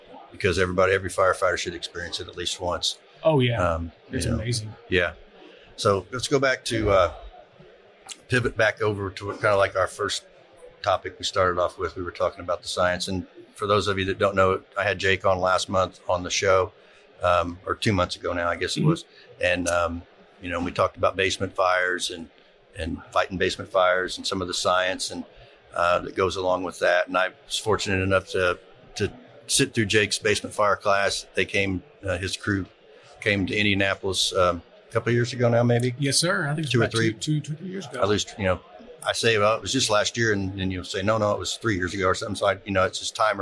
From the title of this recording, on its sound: Live at FDIC